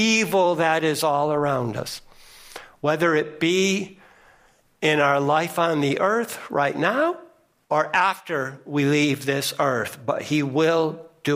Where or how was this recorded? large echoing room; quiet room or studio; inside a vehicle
large echoing room